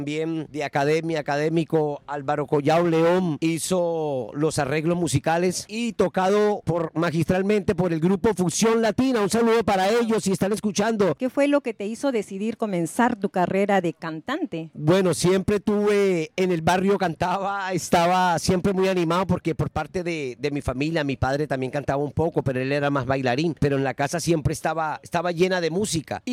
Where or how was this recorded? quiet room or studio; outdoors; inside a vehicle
outdoors